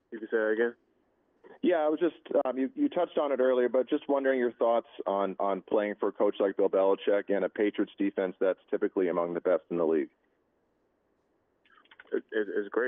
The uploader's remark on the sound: New England Patriots Introductory Media Teleconference.